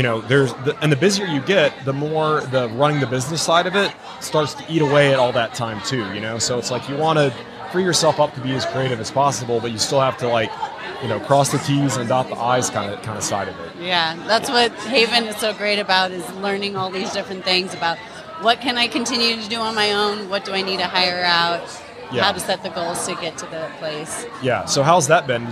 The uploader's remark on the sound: LIVE from HAVEN 2022